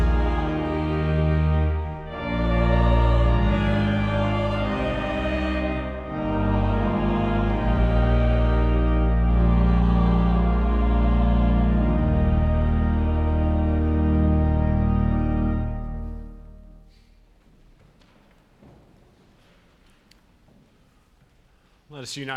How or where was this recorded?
large echoing room